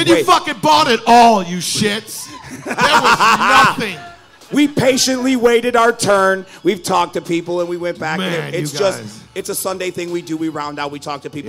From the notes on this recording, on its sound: LIVE from #Astronomicon. Brought their amazing podcast Ashtrays and Action FIgures to the LIVE panel room stage. At the Wyndham Garden Hotel in Sterling Heights, MI.